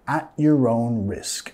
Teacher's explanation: Nota acá que no vamos a pronunciar la T completa, no estoy diciendo at your own risk, más at.